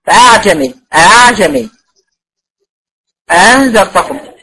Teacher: الوحيده اللي بيسهلها اعجمي. اسمها الهمزه المسهله، يعني بنطق الهمزه ما بين الهمزه وحركتها. لو الحركه مفتوحه يبقى هتبقى قريبه من الفتح، لو مضمومه قريبه من الضم، وهكذا.